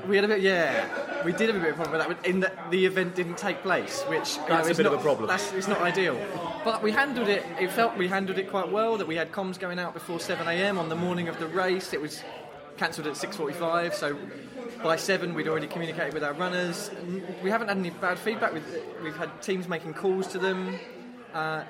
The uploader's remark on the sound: Leave Kings Cross and venture up to Angel to record from the Pearl & Feather public house.